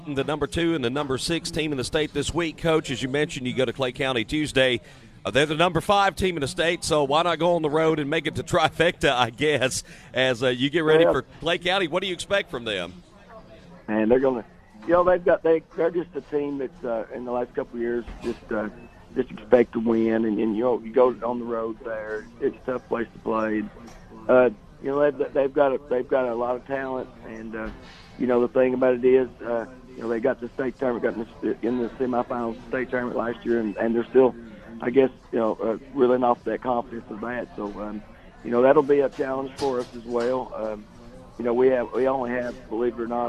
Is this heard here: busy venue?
yes